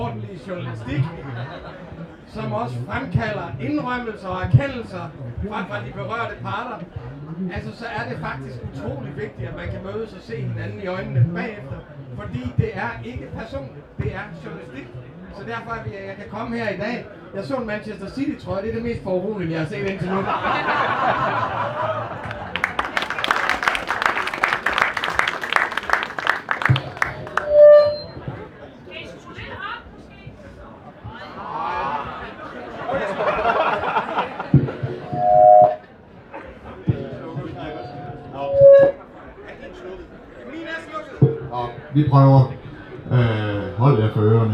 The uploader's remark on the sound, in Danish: Dette er optaget til et arrangement på Folkemøde 2023